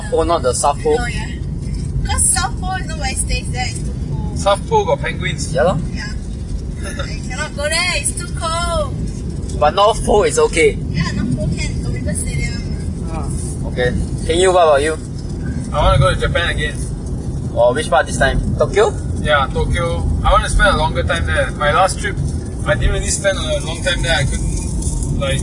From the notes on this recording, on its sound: we were talking while driving back home